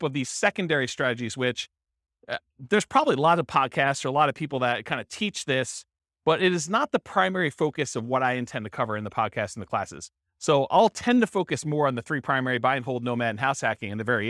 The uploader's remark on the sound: This was a live class recorded